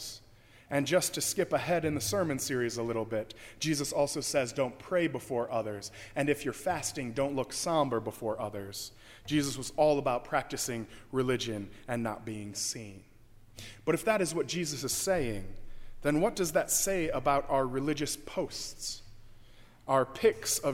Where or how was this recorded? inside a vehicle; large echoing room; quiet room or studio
large echoing room